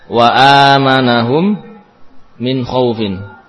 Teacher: Mim sukun diidghamkan ke dalam huruf yang sama yaitu mim. Mim bila bertemu dengan mim maka diidghamkan · Term: idgham sempurna